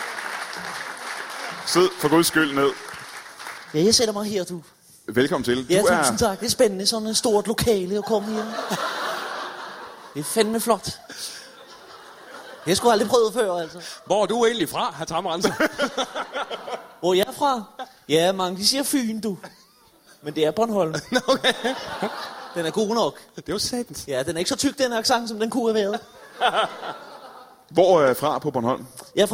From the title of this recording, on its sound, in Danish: LIVE fra Værket i Randers